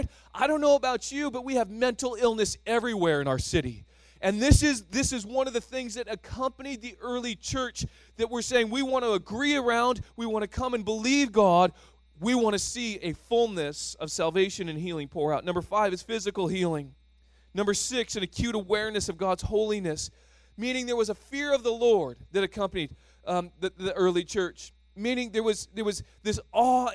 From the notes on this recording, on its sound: (2nd Service). Sermon Series: Thrive Leadership Conference (Session 7). At THRIVE Church Vancouver, Canada.